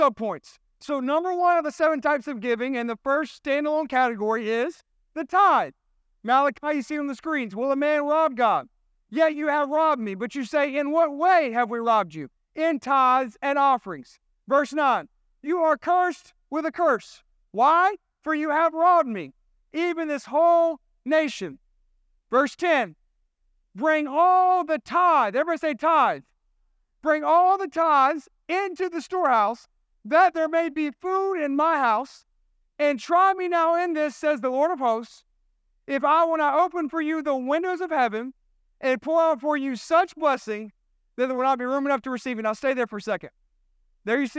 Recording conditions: large echoing room